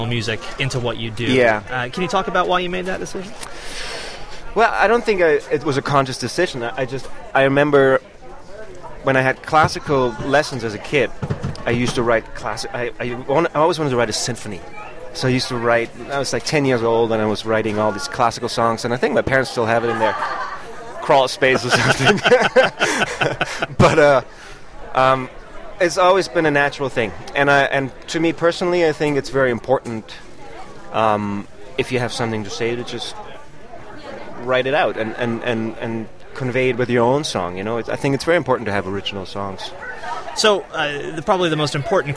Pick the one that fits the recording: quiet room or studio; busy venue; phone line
busy venue